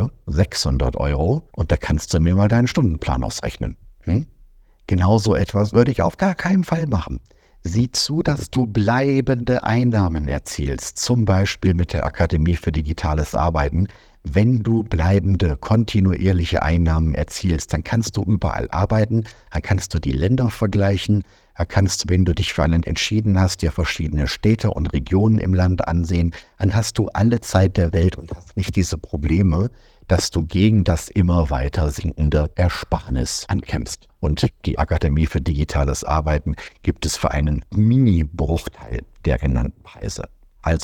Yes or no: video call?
no